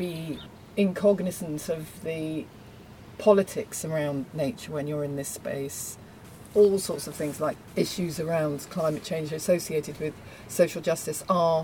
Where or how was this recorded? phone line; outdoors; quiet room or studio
outdoors